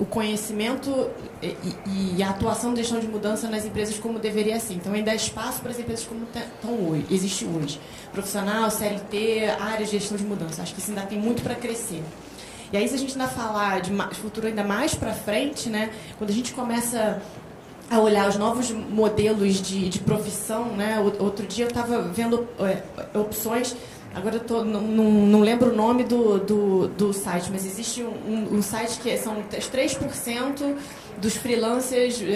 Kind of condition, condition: setting, busy venue